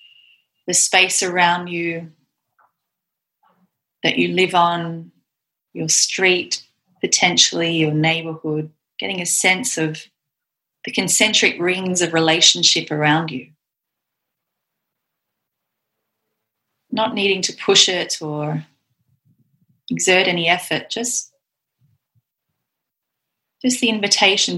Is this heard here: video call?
yes